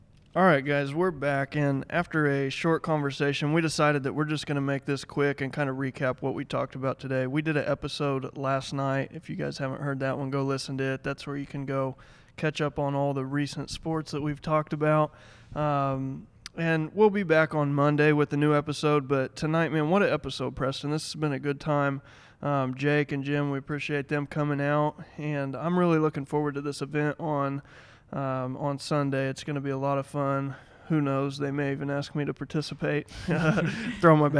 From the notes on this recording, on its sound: Tonights episode was recorded at Dead Armadillo Brewery at 4th and Peoria.